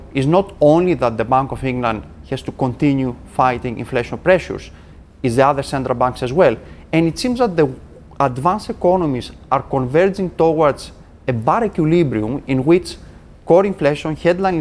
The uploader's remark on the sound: we are live at the Paris Airshow